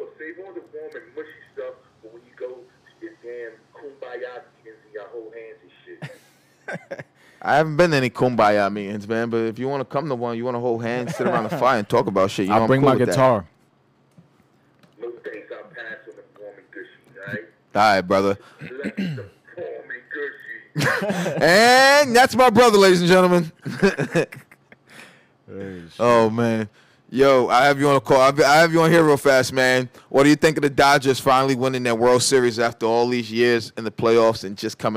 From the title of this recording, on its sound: GMB 10/28/2020 Phone Call